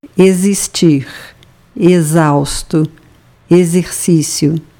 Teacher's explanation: We usually pronounce Z in words starting with the vowel E, followed by X and another vowel.